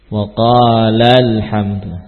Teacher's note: mengesankan alifnya dengan cara memberikan nabr